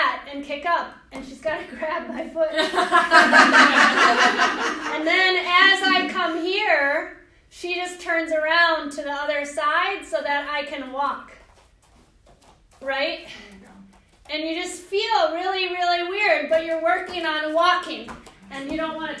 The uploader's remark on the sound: This is a live recording from a workshop